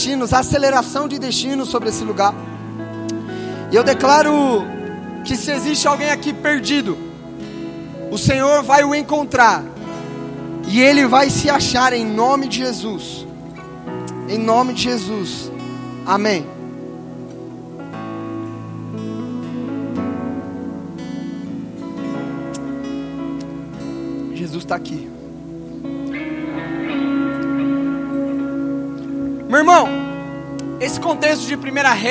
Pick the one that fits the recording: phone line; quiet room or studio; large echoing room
large echoing room